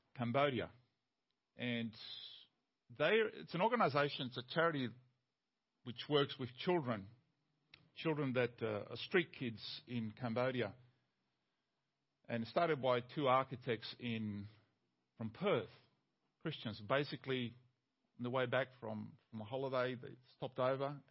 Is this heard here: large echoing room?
yes